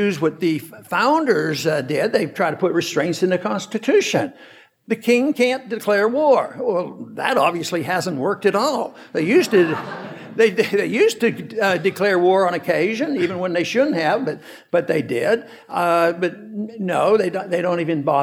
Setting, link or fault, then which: setting, live audience